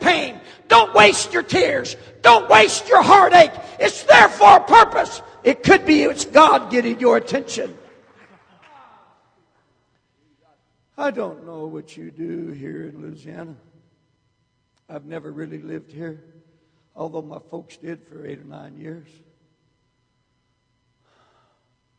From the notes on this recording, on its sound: Baton Rouge Camp Meeting 2009